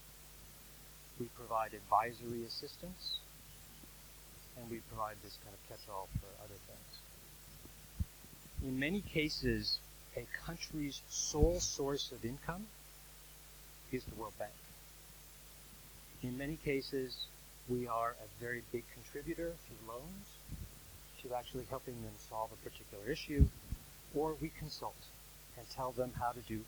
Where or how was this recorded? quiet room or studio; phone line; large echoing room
large echoing room